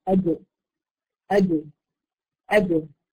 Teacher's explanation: الجيم تخرج من وسط اللسان مع وسط الحنك الأعلى